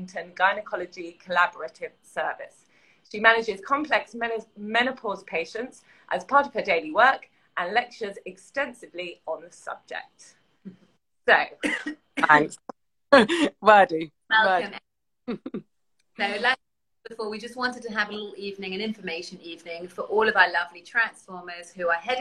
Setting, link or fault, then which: link, video call